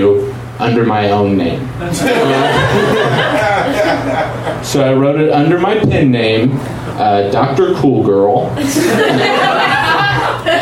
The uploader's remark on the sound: Live from Genuine Joe's